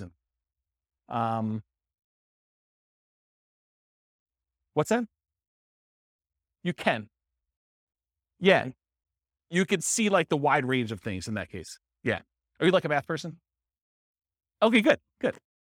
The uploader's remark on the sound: This was a live class recorded